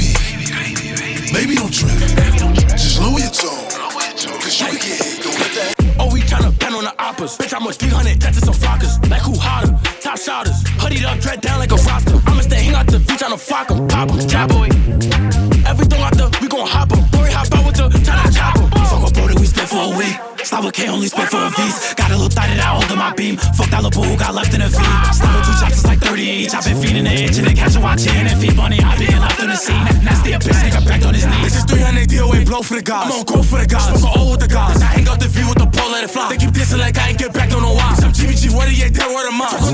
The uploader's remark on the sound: Live Audio of Ladies Night Out "Afro-Caribbean Saturdays"